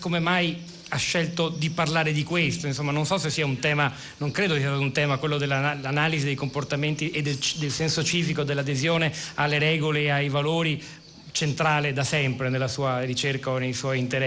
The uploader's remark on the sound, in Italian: diretta dal Festival dell&#39;Economia di Trento